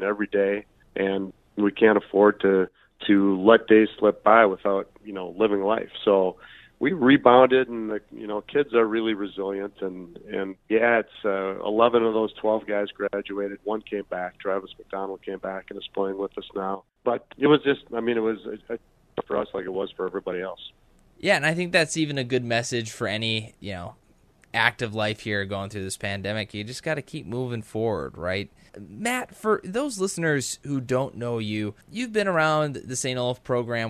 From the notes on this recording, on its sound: joins us via the phone line.